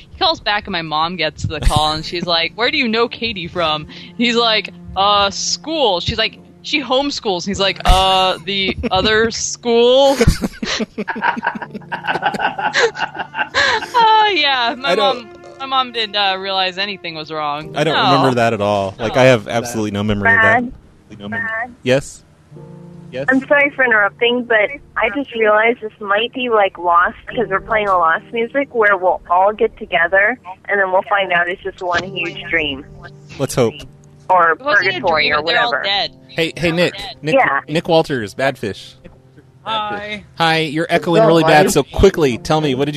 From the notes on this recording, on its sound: …'s Personal Prank Phone Calls Collection.